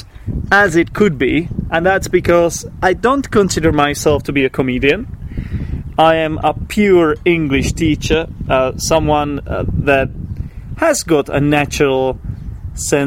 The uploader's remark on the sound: This episode was recorded outside in my garden. I also refrained from doing any post-recording editing, keeping in all hesitations, false starts, etc.